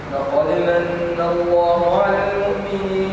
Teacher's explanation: لقد من قلقل مائله الى الفتح على الراجح